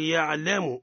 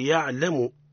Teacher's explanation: لا نقول يعلم بل نقول يعلم لا تمطيط في اللام · Shown in: second take